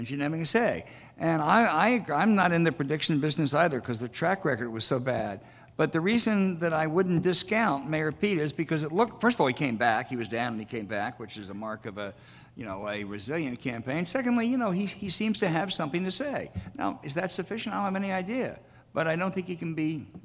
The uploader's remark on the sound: Was recorded in front of a live audience at Heinz Field in Pittsburgh, Pennsylvania.